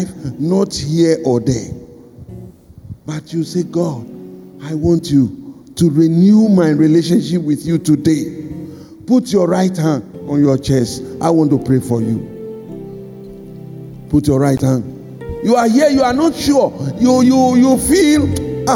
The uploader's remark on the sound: Sermon preached at CBC Shiashie Campus